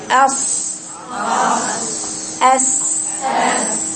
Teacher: منتهى طرف اللسان مع اسفل الصفحه الداخليه للثنايا السفلى · Term: السين